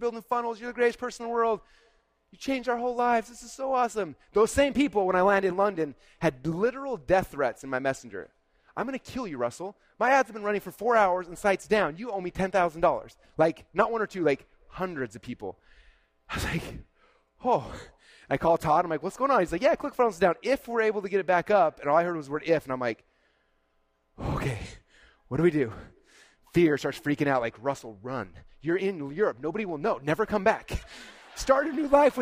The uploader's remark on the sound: This was my keynote presentation at Funnel Hacking LIVE 2022